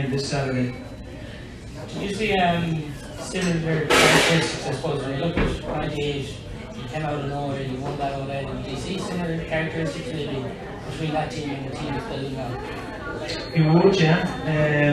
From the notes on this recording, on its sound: This week we are live from Taaffes Bar